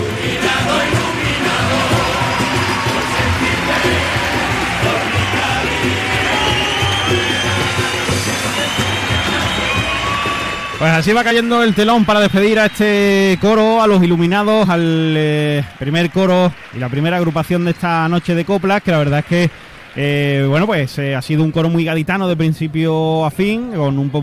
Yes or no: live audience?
yes